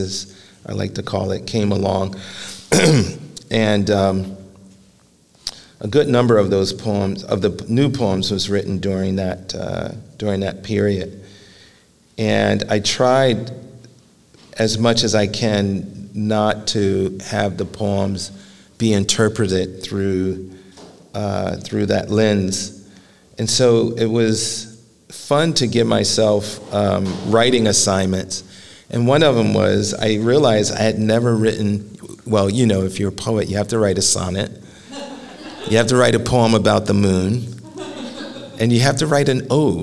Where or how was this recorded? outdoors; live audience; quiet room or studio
live audience